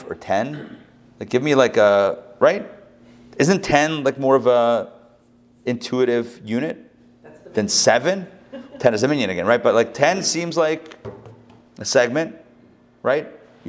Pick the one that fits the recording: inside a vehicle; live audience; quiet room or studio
live audience